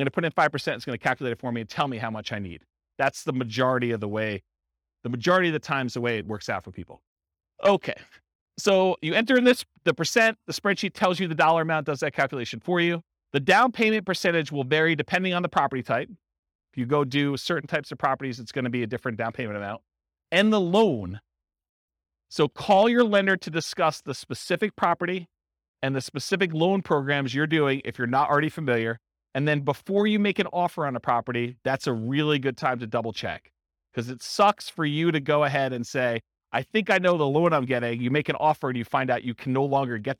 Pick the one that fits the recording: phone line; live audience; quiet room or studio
live audience